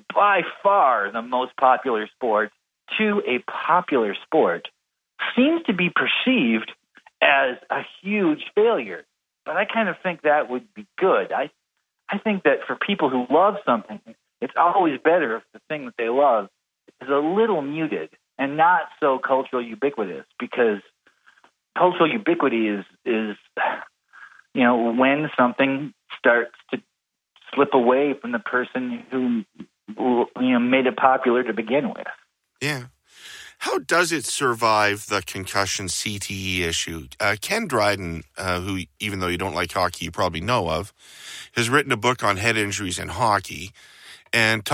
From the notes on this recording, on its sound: Via telephone from his home in Portland.